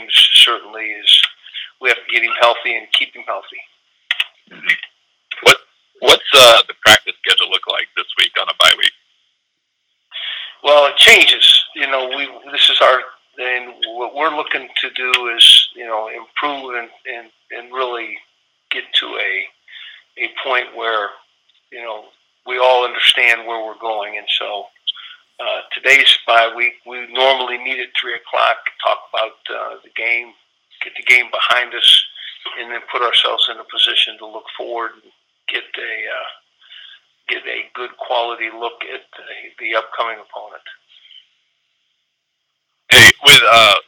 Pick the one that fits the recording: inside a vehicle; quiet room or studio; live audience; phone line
phone line